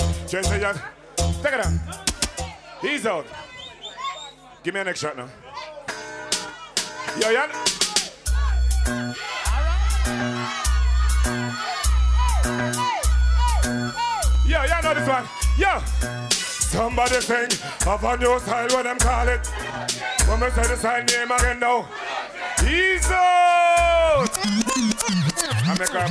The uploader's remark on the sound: LIVE AT TIPSY THURSDAYZ